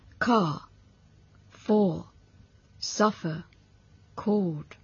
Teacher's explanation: no se pronuncia el R cuando va delante de una consonante, tanto si la consonante está en la misma palabra o en la siguiente, en el caso de la R en la posición final.